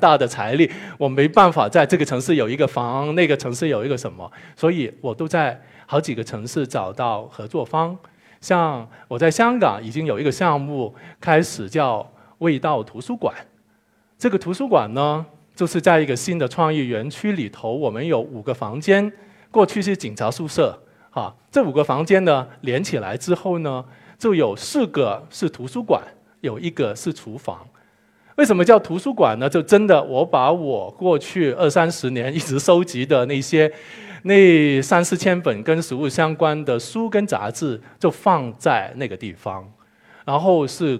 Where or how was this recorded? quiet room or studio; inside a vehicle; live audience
live audience